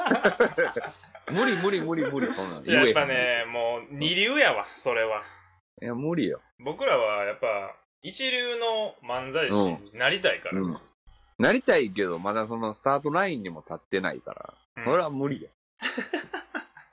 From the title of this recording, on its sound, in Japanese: リモート収録